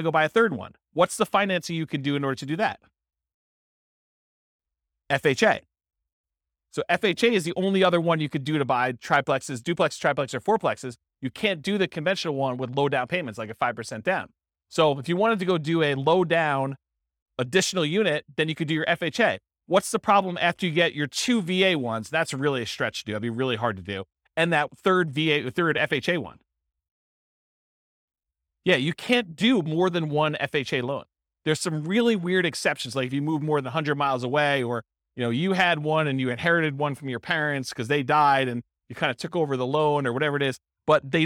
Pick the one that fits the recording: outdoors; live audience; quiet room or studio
live audience